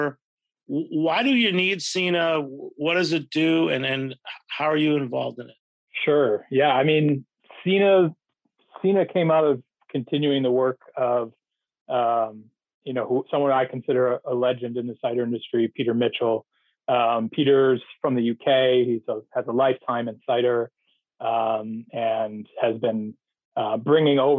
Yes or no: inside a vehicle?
no